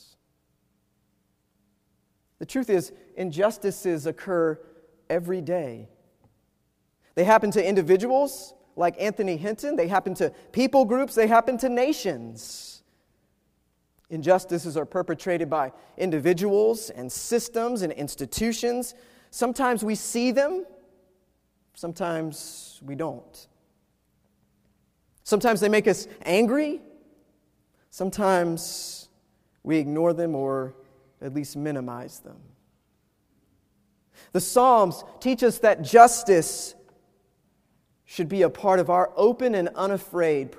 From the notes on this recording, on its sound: Preached at Wake Forest UMC